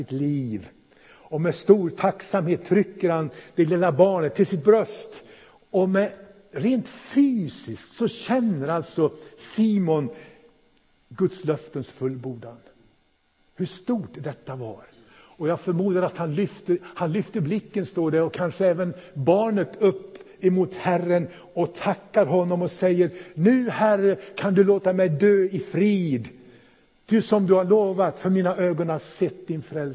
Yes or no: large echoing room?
yes